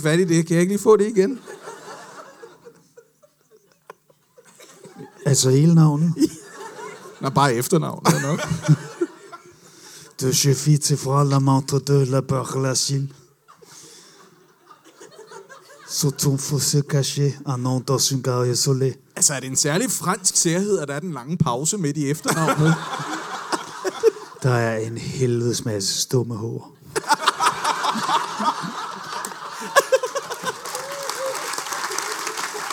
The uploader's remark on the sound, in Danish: LIVE fra Comedy Zoo I Aarhus